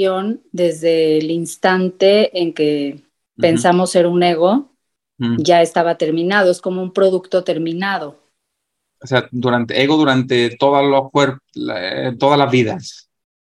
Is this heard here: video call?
yes